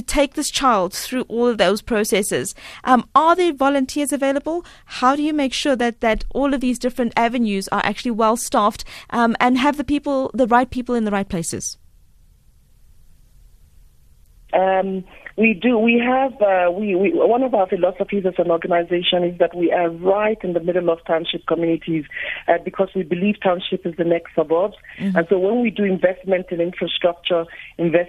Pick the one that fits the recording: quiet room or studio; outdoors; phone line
phone line